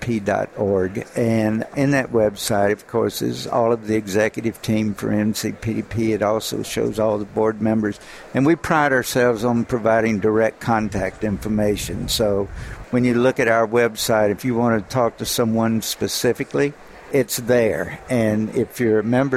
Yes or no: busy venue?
yes